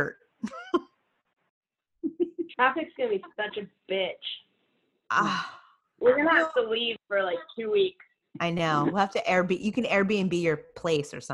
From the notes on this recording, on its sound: We are still under Stay-at-Home protocol due to Covid_19, so instead of being in the studio, we take to Zoom to record this episode. In this pre-recorded show.